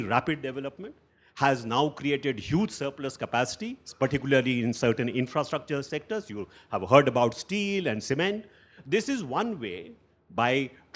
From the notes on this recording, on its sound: A live session from #JaipurLitFest2020.